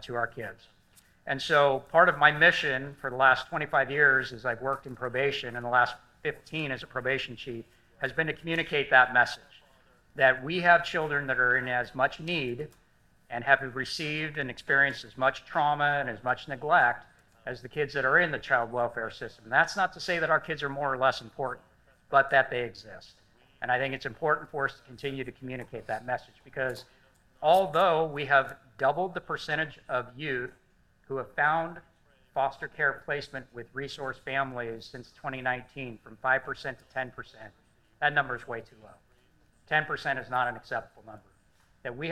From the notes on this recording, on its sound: In this episode, we showcase a panel discussion following the premiere of "Jetro's Journey,".